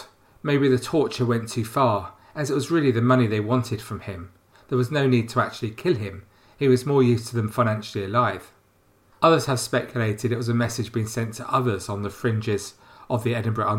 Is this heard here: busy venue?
no